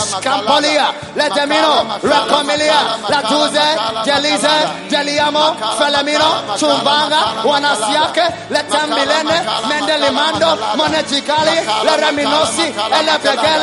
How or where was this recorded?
large echoing room